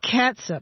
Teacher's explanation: S-U-P with that vowel is a schwa sound, right? Not a long ooh sound.